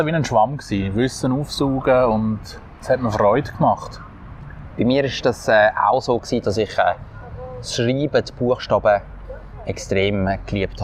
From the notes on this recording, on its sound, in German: Live vom Theater Spektakel. Am Theater Spektakel auf der Landiwiese am Zürichsee probiert. In einer Live-Folge.